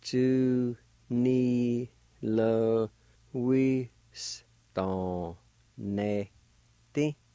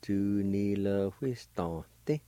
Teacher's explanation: The E with the N can be silent, and I'll pronounce it both ways. · Shown in: second take